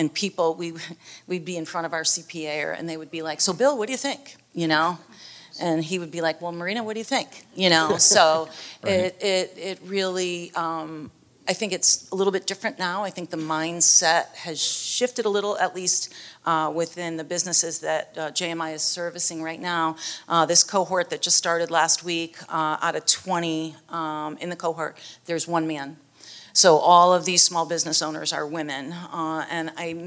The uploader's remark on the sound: This special episode of the How I Got Here podcast was recorded in front of a live audience at the 2023 Tallahassee Chamber Annual Community Conference in Amelia Island.